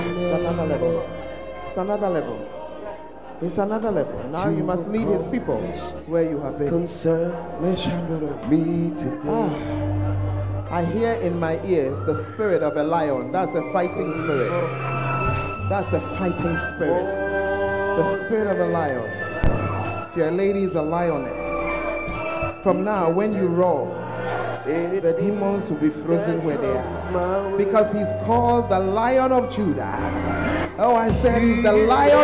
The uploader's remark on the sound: On Day Three of The Proton Convention at The Fountain of Life Cathedral.